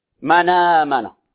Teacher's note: الهمزة حذفت وحركتها نقلت إلى الحرف الساكن قبلها · Term: النقل